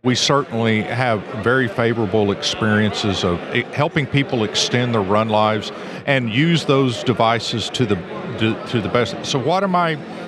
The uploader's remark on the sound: Recorded live at the 2023 ESP Symposium Chair a Society of Petroleum Engineers Gulf Coast Section.